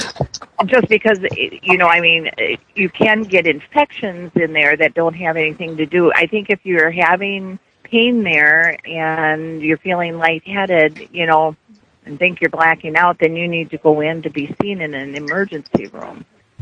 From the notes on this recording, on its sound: Prank Phone Calls